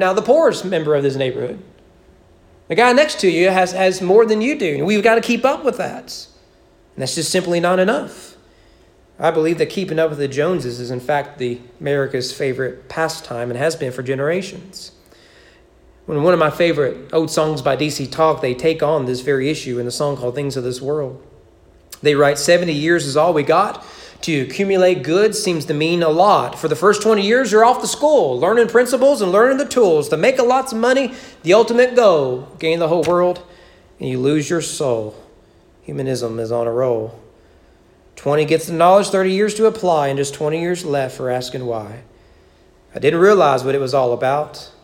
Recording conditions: large echoing room